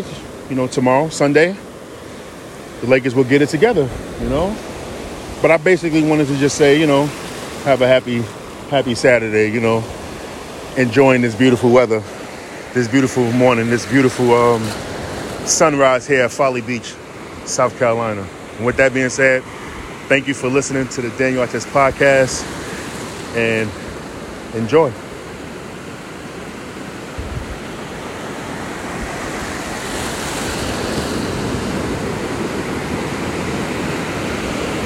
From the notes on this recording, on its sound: In this very short episode I am recording from Folly Beach. I caught the sunrise and decided while I was knee deep in the Atlantic Ocean to do a quick two minute podcast.